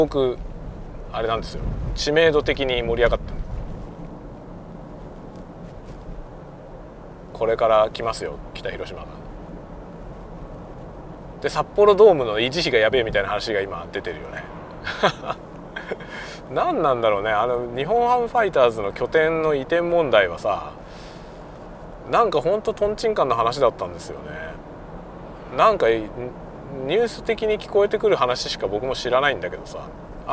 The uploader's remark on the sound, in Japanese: ドライブ収録】運転しながらダベるよ